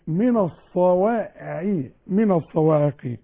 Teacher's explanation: الواو مرققة والالف كمان